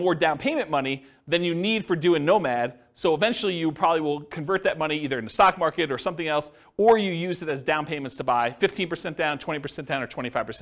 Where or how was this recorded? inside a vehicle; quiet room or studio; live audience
live audience